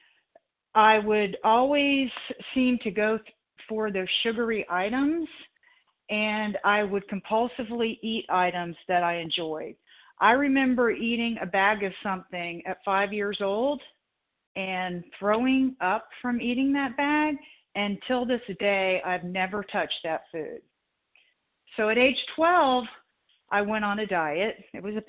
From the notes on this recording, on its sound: the 100 Pounders Phone Meeting